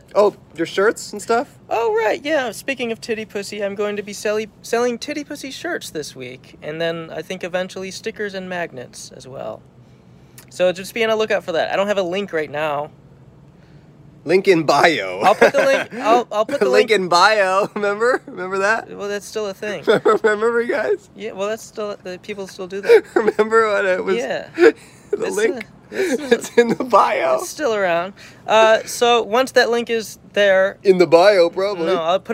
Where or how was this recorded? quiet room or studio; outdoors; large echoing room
outdoors